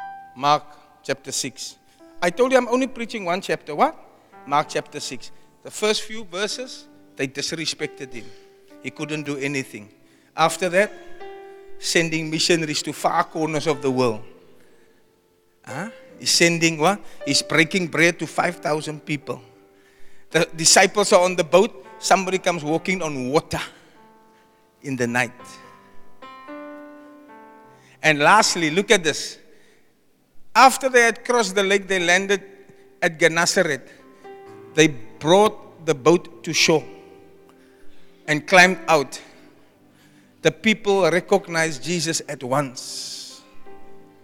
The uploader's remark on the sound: Preached at Zion Sanctuary, Cape Town on the 5 November 2023